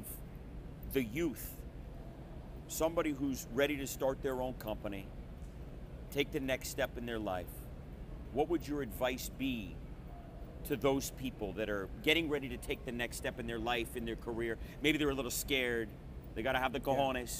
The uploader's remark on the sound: Recorded Live at the 2021 PCA Las Vegas trade show.